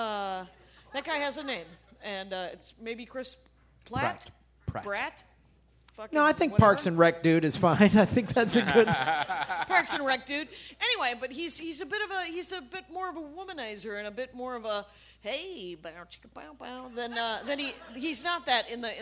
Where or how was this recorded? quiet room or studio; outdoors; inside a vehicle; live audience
live audience